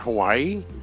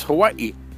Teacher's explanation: you kind of hiccup a little bit when you say the name · Shown in: second take · So it's not Hawaii, it's Hawaii. · Term: glottal stops